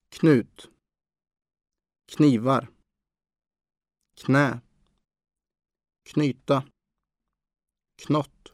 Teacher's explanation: both consonants are pronounced, unlike English knife, salmon, him